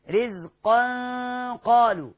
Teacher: طيب رزقا قالوا، تنوين وبعد منه قاف، أي تنوين في القرآن الكريم كاملا، أي تنوين، خلي بالكم معايا وصحصحوا وركزوا، أي تنوين في القرآن الكريم كاملا وقع بعده قاف يبقى بدون تفكير إخفاء حقيقي. وبعدين الغنة كمان بتفخم